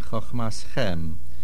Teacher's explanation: Main accent is on the chem ending.